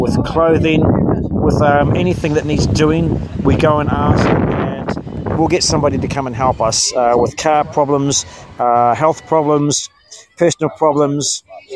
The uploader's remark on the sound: in Wellington, New Zealand on the grounds of Parliament